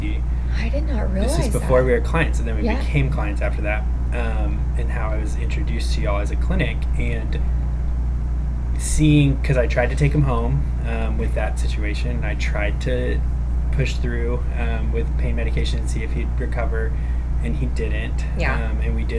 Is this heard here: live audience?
no